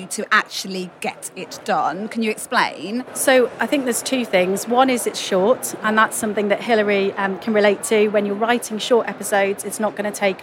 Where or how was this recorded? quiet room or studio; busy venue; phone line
busy venue